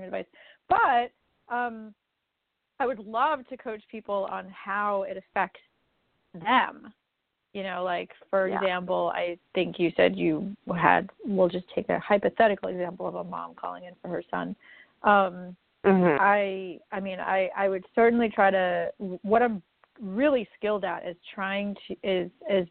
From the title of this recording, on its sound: A Call-In Show